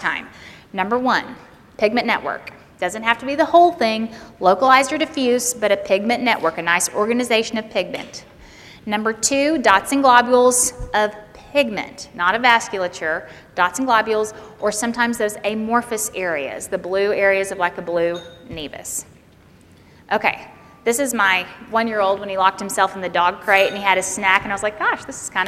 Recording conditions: live audience